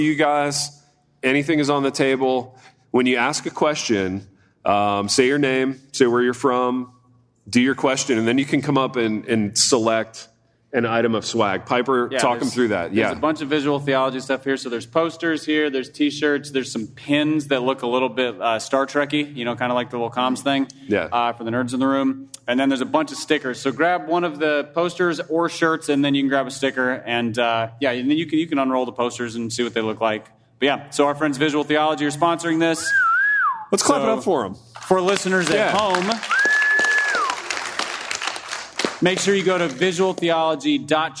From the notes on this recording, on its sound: In this LIVE episode of the Happy Rant, recorded at the First Baptist Church of Hurst, Texas